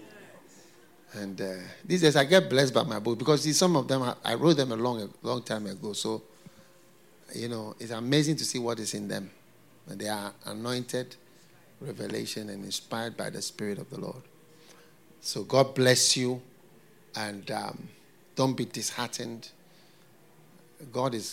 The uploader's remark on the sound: Preached at FLOW Church Service.